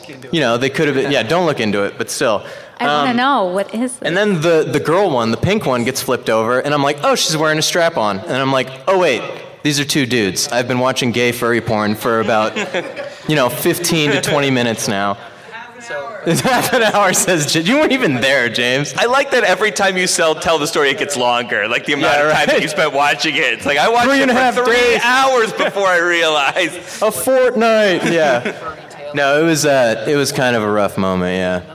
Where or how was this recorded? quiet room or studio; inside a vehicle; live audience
live audience